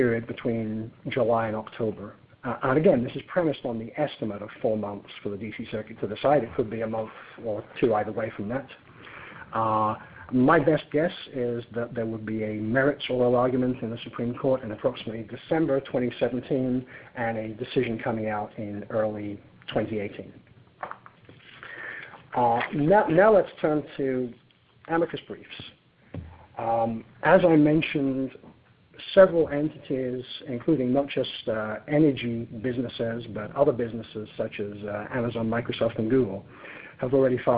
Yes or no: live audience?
no